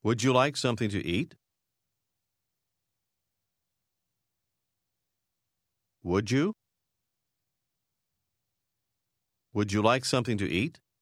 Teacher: En parlant rapidement, les sons des mots se fondent souvent ensemble. Dans cette question, les mots would, you, produisent ensemble le son you.